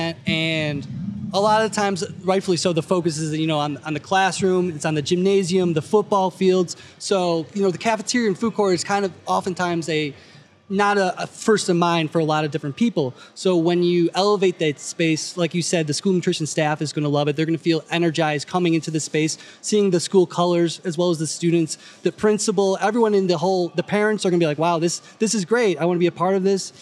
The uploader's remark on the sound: Live from the 2023 SNA Annual National Conference. Live at the 2023 School Nutrition Association Annual National Conference.